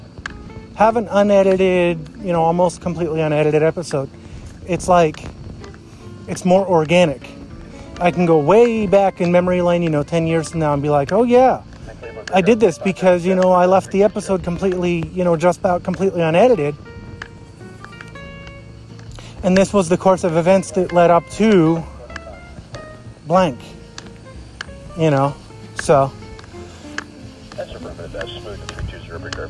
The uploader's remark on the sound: Plane spotting in New Florence, Pennsylvania. The beginning of the episode where I started the recording to remove the gap from when I started the recording to when I began speaking. Where I paused the recording.